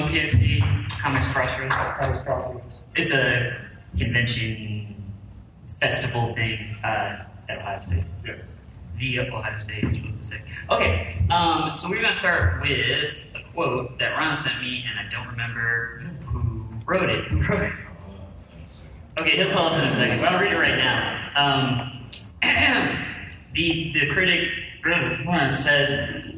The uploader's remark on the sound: Here is another panel from this year’s San Diego Comic Con.